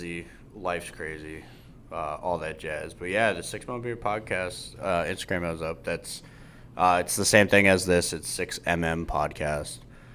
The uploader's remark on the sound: live from high ground airsoft